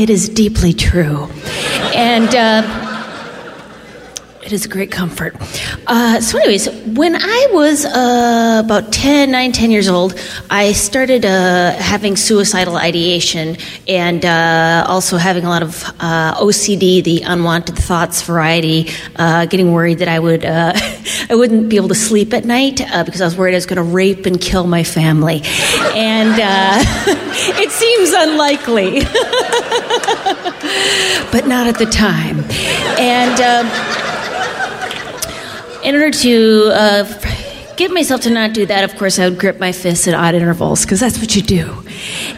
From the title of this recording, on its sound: Live From Portland!